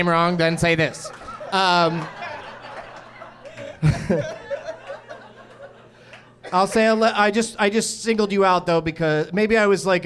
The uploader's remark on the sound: Live from the American Comedy Company in San Diego